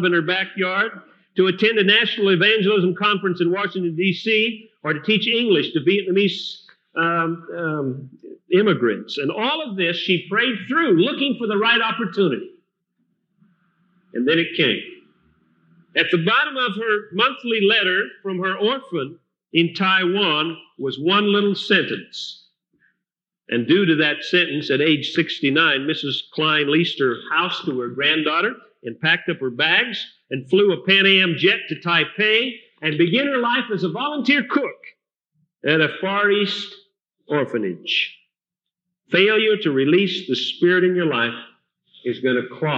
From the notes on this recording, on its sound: Recorded at Fillmore Bible Church, Fillmore, California, Circa 1982